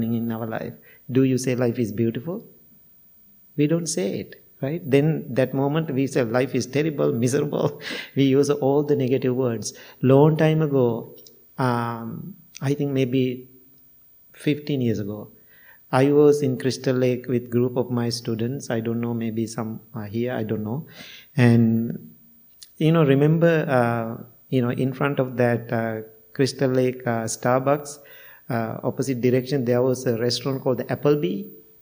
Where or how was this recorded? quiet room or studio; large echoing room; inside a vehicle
large echoing room